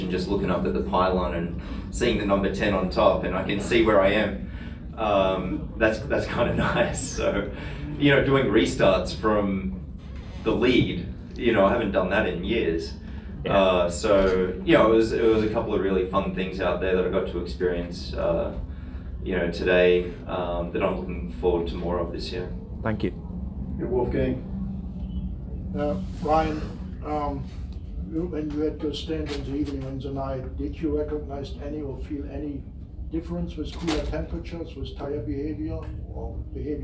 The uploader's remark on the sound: Live from Daytona.